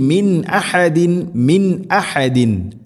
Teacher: സാക്കിന നൂന് ശേഷം ഹംസ വെളിവാക്കി ഉച്ചരിക്കണം · Term: ഇസ്ഹാർ